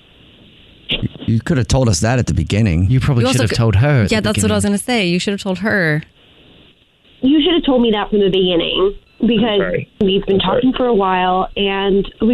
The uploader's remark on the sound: Phone Prank